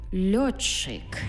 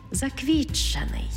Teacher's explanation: «Ти» і «чи» і утворюється в нас подовжений звук «чи».